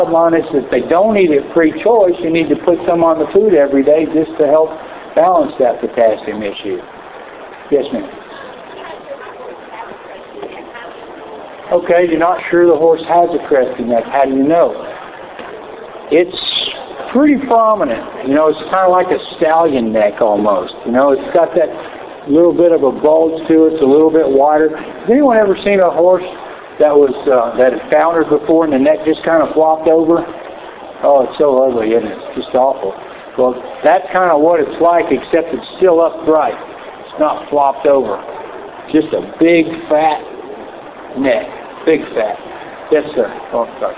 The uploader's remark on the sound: Recorded live from 2011 Spring Equine Affaire.